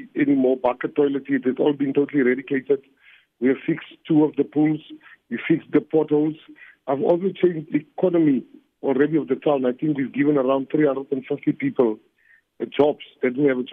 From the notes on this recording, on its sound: joins us on the line